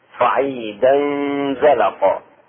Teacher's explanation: اخفاء التنوين، تنوين فتحتين مع الزاي، صعيدا زلقا مع الغنة.